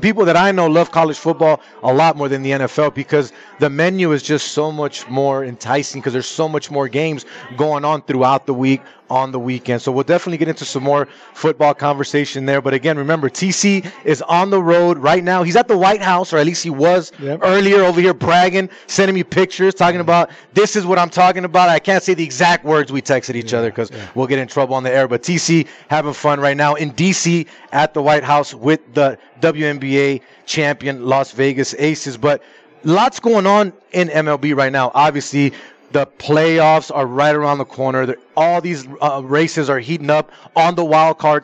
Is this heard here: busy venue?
yes